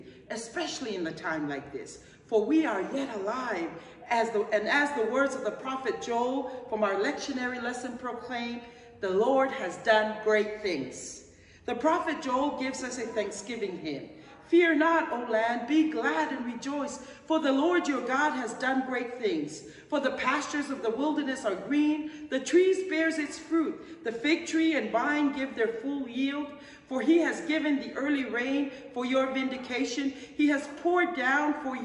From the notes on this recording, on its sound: This week's service, recorded live. We are located at 12550 Van Nuys Blvd.